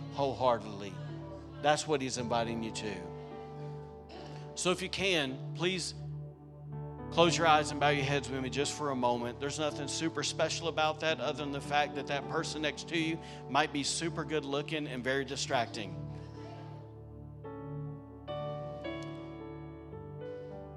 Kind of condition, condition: setting, large echoing room